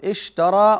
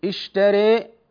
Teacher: هذه إمالة، قربت الألف من الياء والفتحة قبلها من الكسرة · Shown in: second take